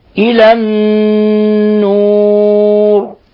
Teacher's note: يخرجهم من قوله تعالى النور، نون مشددة حكم التجويد حرف غنة مشدد يغن مقدار حركتين إلى النور، فنلصق طرف اللسان في أصول الثنايا العليا مع غنة من الخشوم مقدارها حركتين